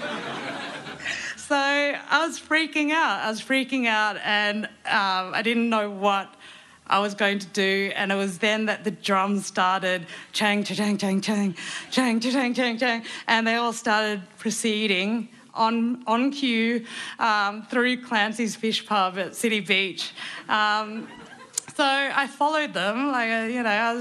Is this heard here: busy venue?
yes